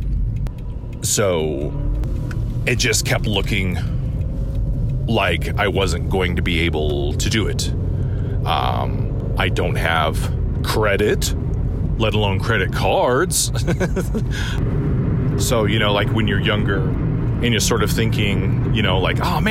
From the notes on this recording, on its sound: It’s a noisy, driving in my car episode